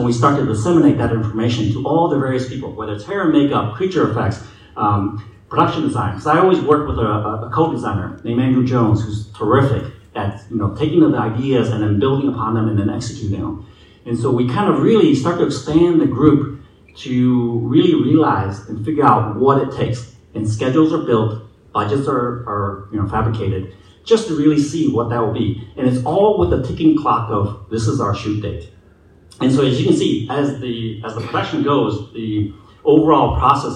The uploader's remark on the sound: Star Wars Celebration Europe 2023 Panel. Raw recording. Saturday panel from Star Wars Celebration Europe 2023.